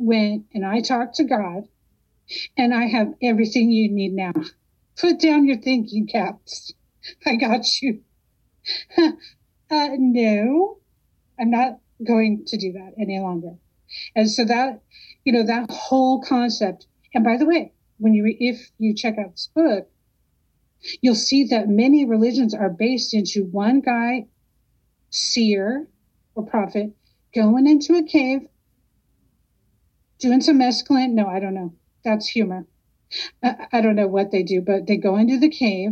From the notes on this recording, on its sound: Recorded Oct 2022 in a drop-in audio setting at Reddit.